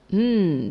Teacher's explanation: 第二个音节是重音